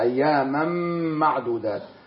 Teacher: هذا تنوين بعده ميم، وهو والميم من حروف ينمو، حروف الإدغام بغنة، فحكمه الإدغام مقدار حركتين